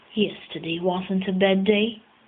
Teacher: The rise in the nucleus starts from the lowest level and rises from the bottom of my voice. · Term: low rise